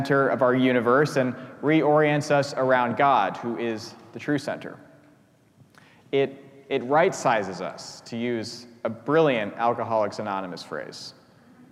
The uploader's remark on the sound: preached at our celebration of the Holy Eucharist